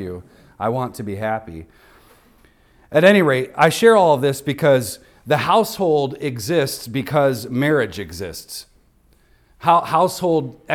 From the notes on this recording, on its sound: recorded on Sunday, November 19th, 2023, at the weekly worship gathering of Cross & Crown Church.